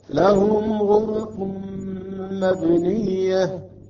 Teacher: بالنسبة للميم ساكنة مع الغين أظهرناها